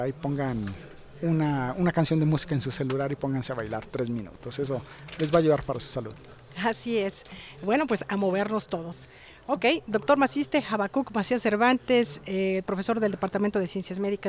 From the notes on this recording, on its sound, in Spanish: Emisión en vivo desde las instalaciones de la 64 Feria Internacional del Libro de la Universidad de Guanajuato -FILUG-.